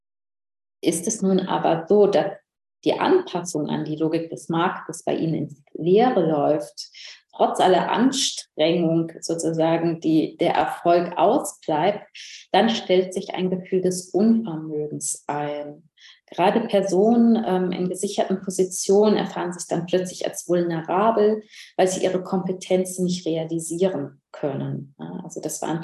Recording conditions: video call